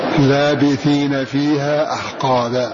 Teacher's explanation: من غير مد بعد اللام بالقصر، والمراد به حذف الألف بعد اللام